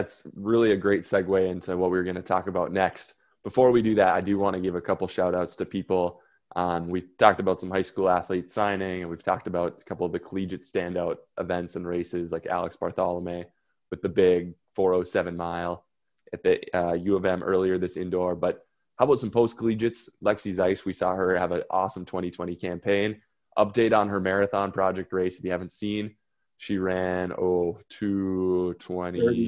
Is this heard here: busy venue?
no